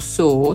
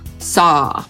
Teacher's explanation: Amerykanie nie używają takiego zamkniętego o i nie mówią su, tylko mówią sa. Szerzej otwierają paszczę i nawet jest ta samogłoska podobna do a.